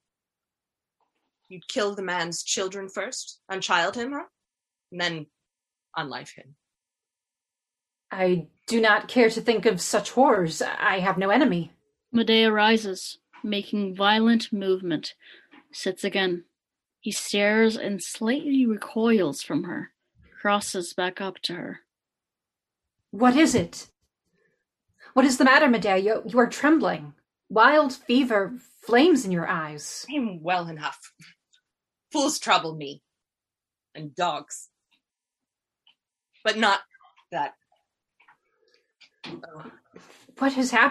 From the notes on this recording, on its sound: to read scripts over Zoom